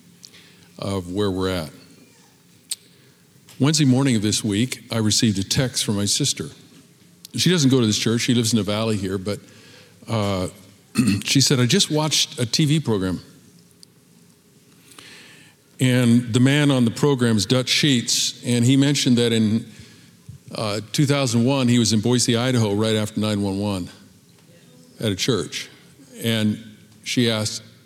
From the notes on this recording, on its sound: Recorded at Capital Church in Meridian, Idaho